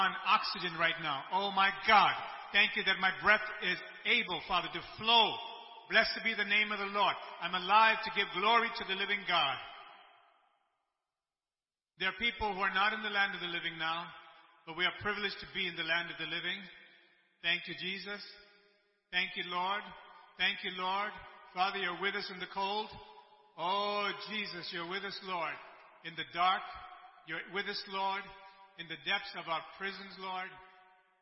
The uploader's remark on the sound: ELBIM Church Sunday LIVE Stream Audio.